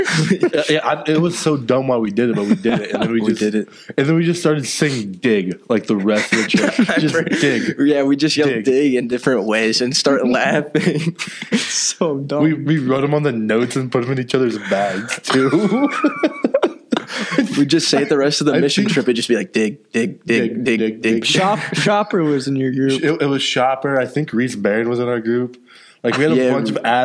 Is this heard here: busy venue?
no